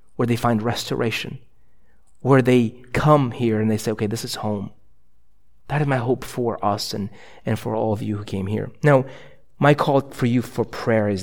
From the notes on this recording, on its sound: a sermon preached at ILOE Church in Bellevue, WA